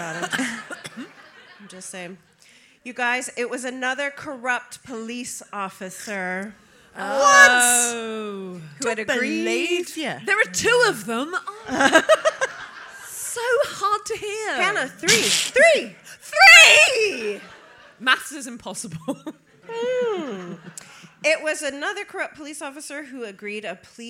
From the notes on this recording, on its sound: It's back to Belfast for this episode of DWSC when the well-oiled team did their second live show of the day for the city's Out to Lunch festival. Bringing the show to a close is a member of the audience.